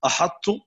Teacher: تبقى صفة الطاء وهي الإطباق ويدغم الطاء في التاء إدغاما ناقصا